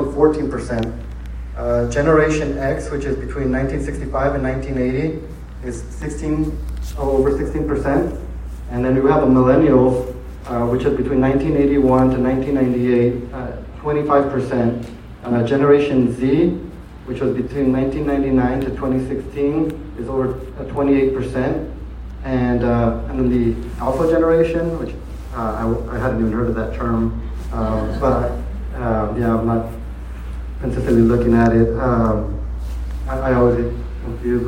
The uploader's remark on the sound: At the State of RGV Real Estate Forum. We have audio recordings of some of the keynote speakers.